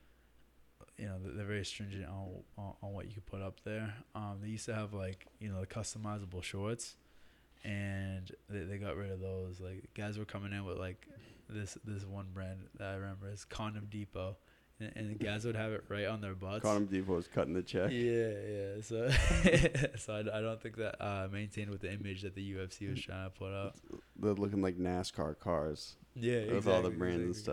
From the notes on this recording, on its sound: Sorry about the lack of time stamps and quieter audio on this episode. We worked with an out-of-house producer on this episode.